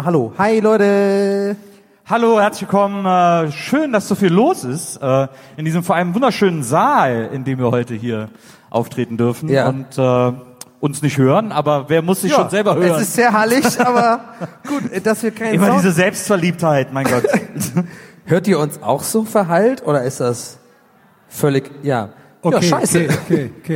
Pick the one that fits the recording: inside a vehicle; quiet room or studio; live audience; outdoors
live audience